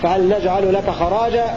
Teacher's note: قرأ حمزة والكسائي بفتح الراء وألف بعدها في فهل نجعل لك خراجا